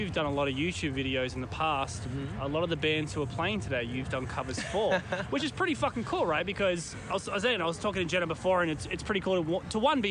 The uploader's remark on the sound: Good Things Festival 2018. We were backstage at Good Things Festival in Sydney this month.